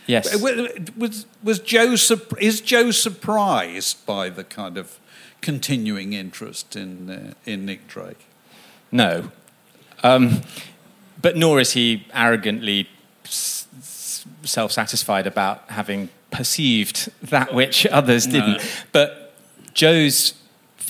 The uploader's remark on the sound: at a live podcast recording at 21Soho on September 25